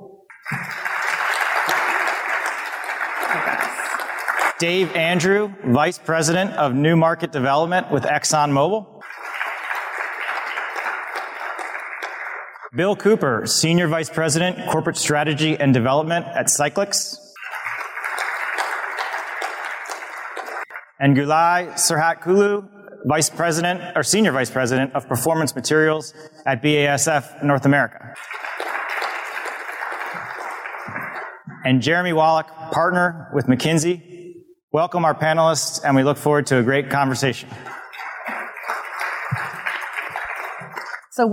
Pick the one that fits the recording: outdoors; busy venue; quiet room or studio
busy venue